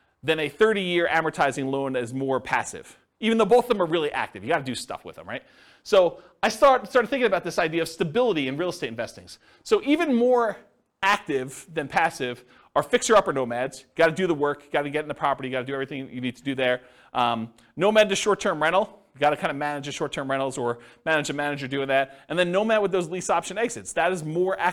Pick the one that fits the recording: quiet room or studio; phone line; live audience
live audience